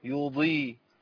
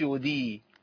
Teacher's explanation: حضرتك لازم احقق الكسر مع تحقيق الإطباق، لازم احقق صفة الإطباق والاستعلاء للضاد · Shown in: first take